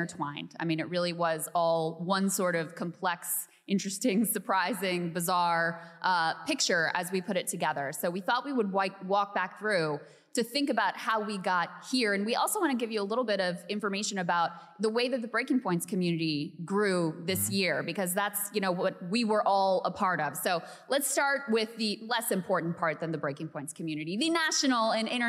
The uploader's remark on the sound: Highlights from our recent live show in Boston!